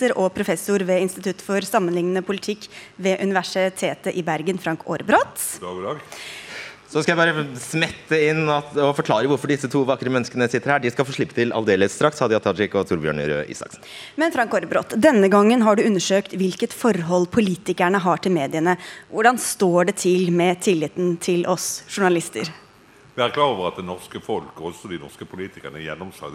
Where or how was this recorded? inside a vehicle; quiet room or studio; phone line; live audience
live audience